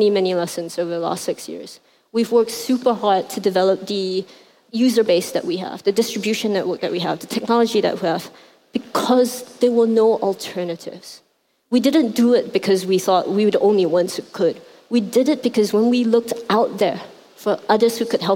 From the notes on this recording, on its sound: at the 2018 Rise conference in Hong Kong